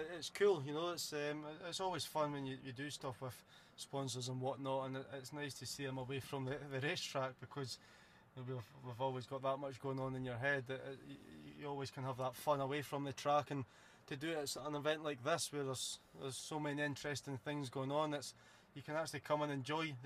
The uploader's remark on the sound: This episode was recorded live at the 2021 British Motor Show in Farnborough. The Podcast Guys who were the official podcast and video partner of the British Motor Show.